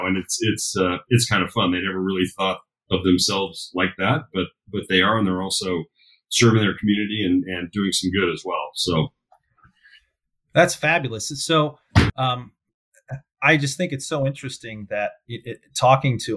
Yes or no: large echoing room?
no